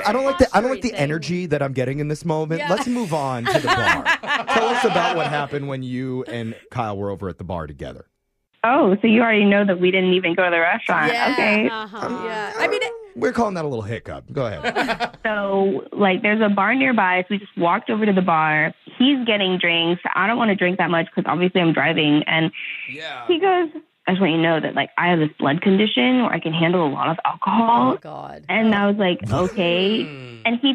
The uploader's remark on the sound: The guy on the phone today